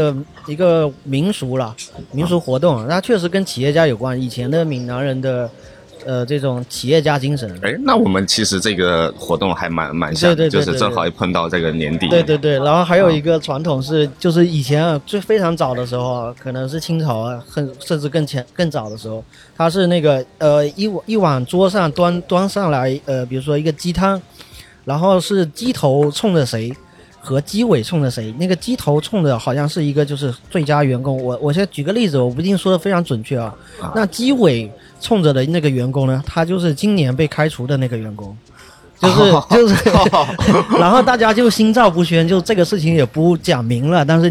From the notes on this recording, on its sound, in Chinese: 本节目是我参加第六届厦门精酿年会的纪实。可以听到一些现场随机的采访。